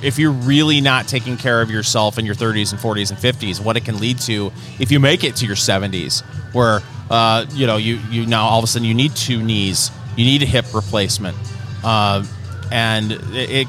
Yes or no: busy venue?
yes